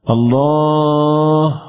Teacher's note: الهاء الضعيفة مخرجها من أقصى الحلق بخمس صفات ضعيفة